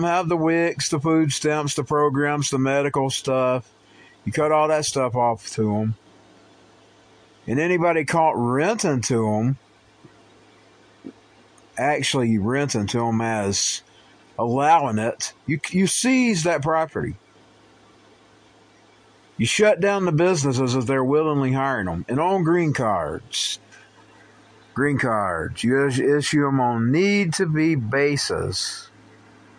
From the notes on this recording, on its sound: recorded on the phone